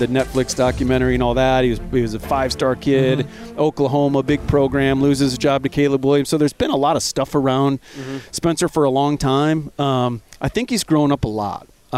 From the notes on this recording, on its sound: Live from the NFL Combine.